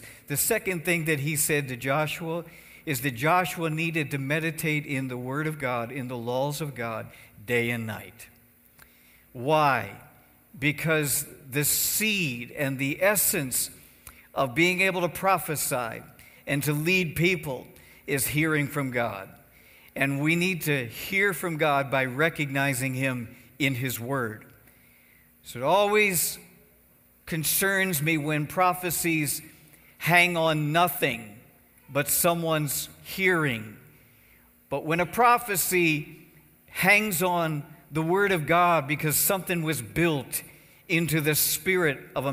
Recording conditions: large echoing room